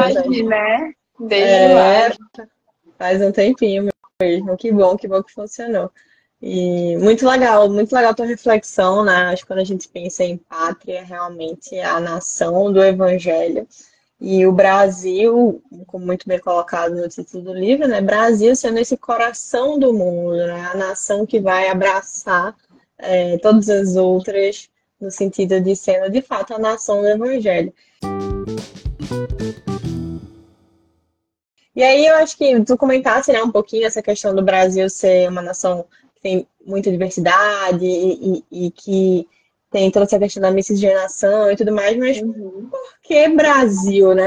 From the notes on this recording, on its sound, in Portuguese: Live realizada através do Instagram